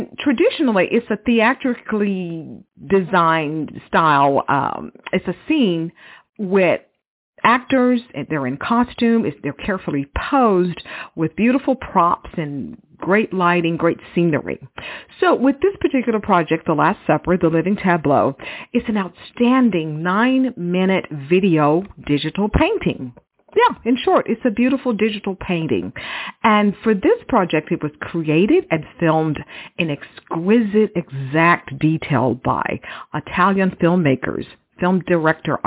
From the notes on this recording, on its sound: phoned in directly from Rome earlier this week